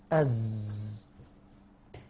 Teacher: الزاي تخرج من أسلة اللسان أو من رأس اللسان مع ما بين الثنايا العليا والثنايا السفلى قريب إلى صفحة الثنايا السفلى، أز.